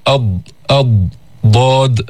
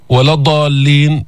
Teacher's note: الضاد لها صفات، من صفاتها الجهر والاستعلاء وفيها إطباق، وهي حرف رخو، وهو حرف فيه صفة الاستطالة.